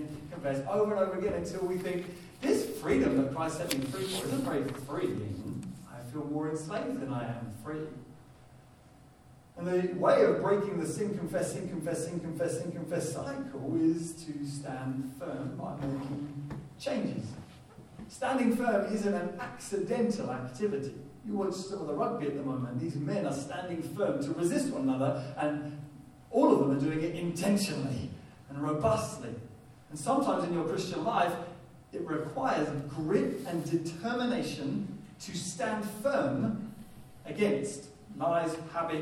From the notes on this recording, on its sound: Poor Audio Quality